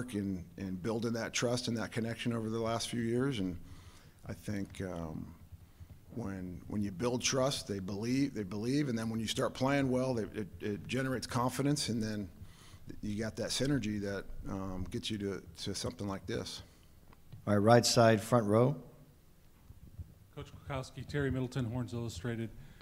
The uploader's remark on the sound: Sugar Bowl Press Conference. Takes to the podium.